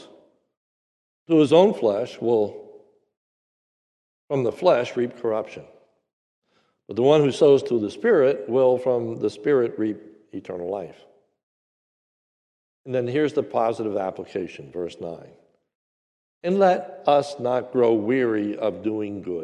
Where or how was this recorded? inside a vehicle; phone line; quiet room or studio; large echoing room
large echoing room